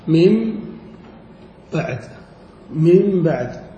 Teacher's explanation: ومن المواضع التي لم تذكر وهي أيضا من المواضع القياسية قلب النون الساكنة قبل الباء إلى ميم، قلب النون الساكنة إذا وقعت قبل حرف الباء قلبها إلى ميم. مثال ذلك من بعد، فالنون ساكنة وقد وقعت قبل الباء فقلبت إلى ميم فيقال من بعد من بعد هنا لا بد فيها من الغنة، لأن الغنة صفة ملازمة للنون والميم، ثم قد يزيد لذلك أحكام في التجويد.